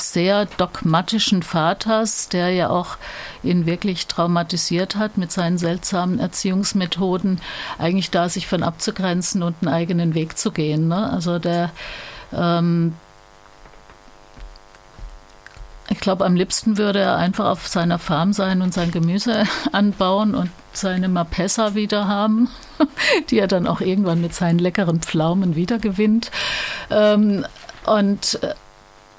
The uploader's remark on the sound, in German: Wir bitten die Tonqualität (surren) zu entschuldigen.